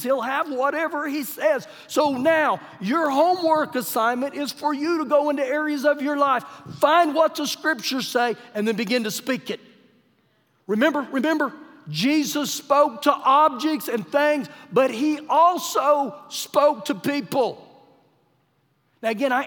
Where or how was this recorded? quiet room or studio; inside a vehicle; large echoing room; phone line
large echoing room